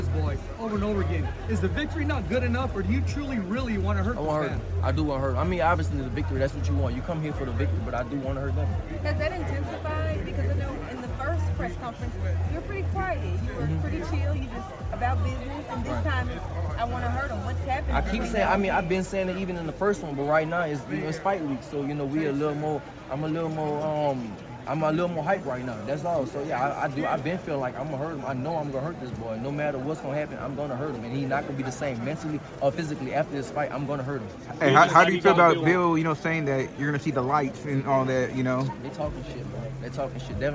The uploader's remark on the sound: at the press conference in San Francisco